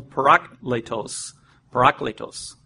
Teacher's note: It's the emphasis on the second syllable